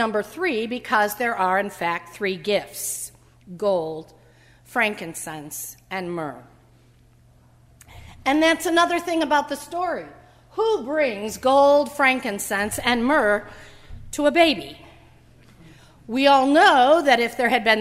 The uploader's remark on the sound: during the Heritage service on Sunday, January 3, 2016, at First Presbyterian Church of Arlington Heights, Illinois